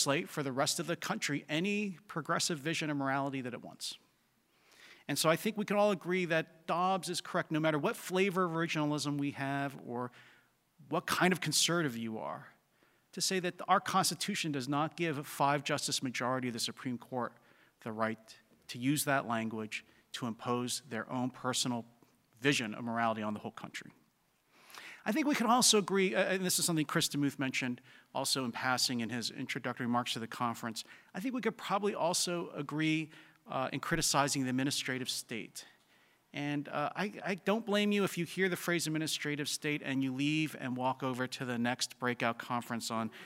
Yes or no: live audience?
yes